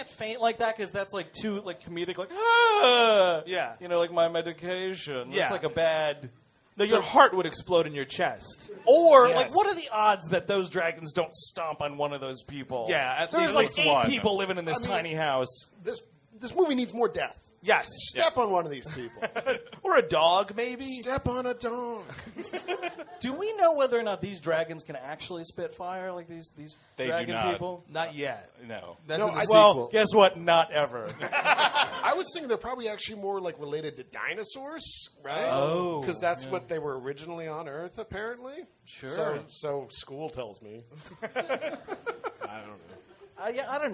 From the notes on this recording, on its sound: Recorded live in Brooklyn, June 11th, 2016. The gang heads to Union Hall in Brooklyn.